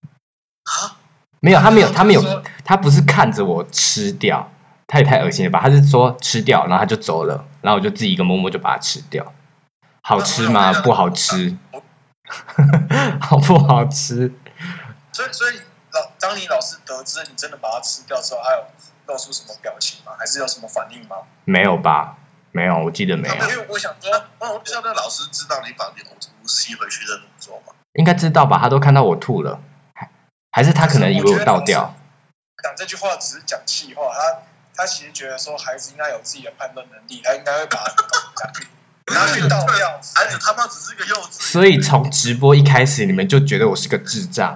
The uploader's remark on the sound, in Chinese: 這次跟三位好友一起直播。音質我盡力了非常之抱歉。